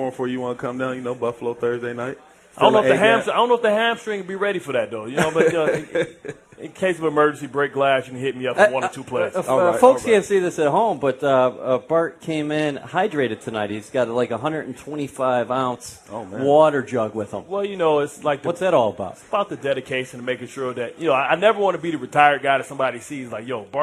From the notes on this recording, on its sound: on the set at Vanderbilt's Sports & Spirits inside the Wyndham Hamilton Park